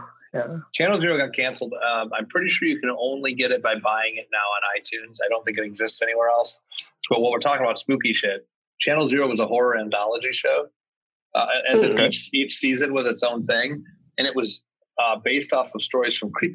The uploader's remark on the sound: have a somewhat fall-themed Zoom hangout!